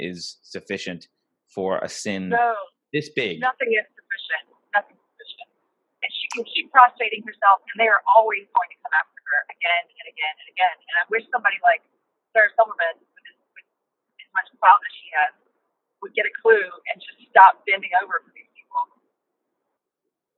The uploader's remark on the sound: Sorry for the horrible audio. Call in from the car.